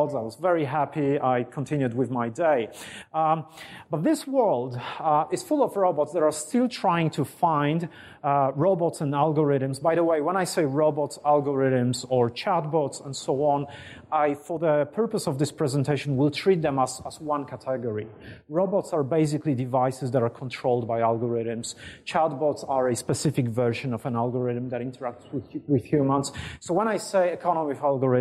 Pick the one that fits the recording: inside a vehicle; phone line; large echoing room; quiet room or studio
large echoing room